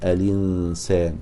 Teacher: كانت اللام ساكنة وبعدها همزة مكسورة، فيأخذ الكسرة يحرك بها اللام ويحذف الهمزة · Term: تخفيف الهمزة